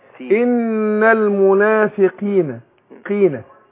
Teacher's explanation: القاف المكسورة تأخذ أدنى درجات تفخيم